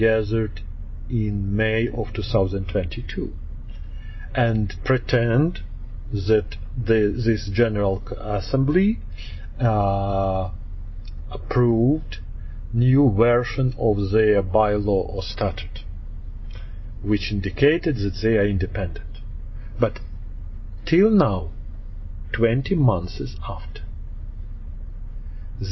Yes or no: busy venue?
no